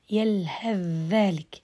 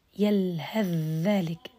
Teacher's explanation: هشام أظهر في هذا الموضوع ابن ذكوان العكس أدغم يلهث ذلك يلهذ ذلك حدخل مباشرة إلى الذال أدغم ابن عامر